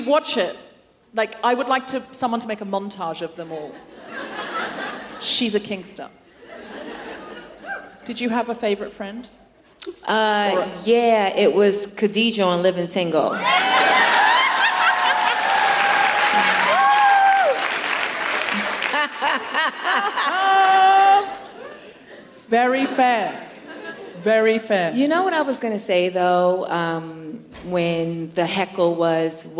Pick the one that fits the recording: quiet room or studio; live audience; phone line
live audience